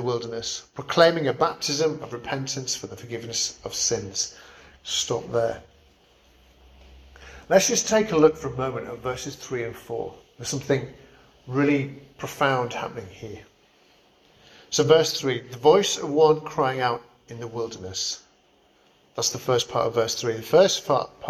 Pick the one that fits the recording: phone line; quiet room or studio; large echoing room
large echoing room